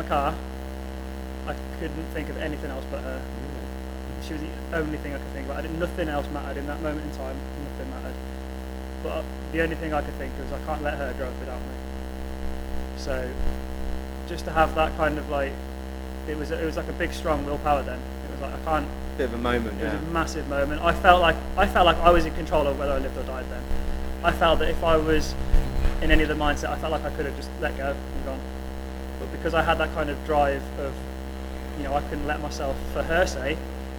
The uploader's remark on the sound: Apoligies in advance for the sound quality in this episode. During the Interview I experienced some feedback on the Mic.